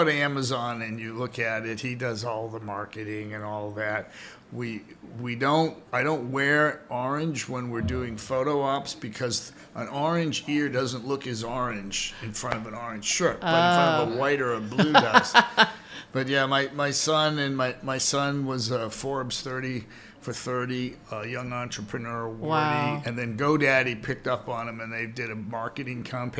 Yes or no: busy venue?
yes